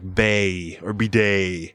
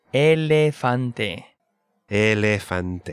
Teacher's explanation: in English we always say A, like bay or bidet. We are always sliding into an E sound, bay. Right.